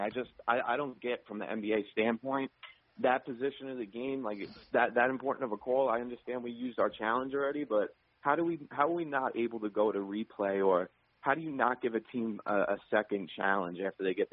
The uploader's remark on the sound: Post Game Show. Caller Reactions.